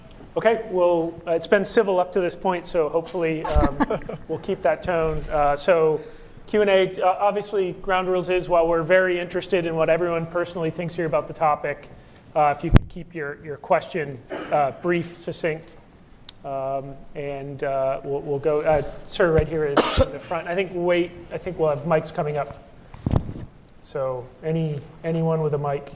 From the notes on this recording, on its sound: Q&amp;A with the audience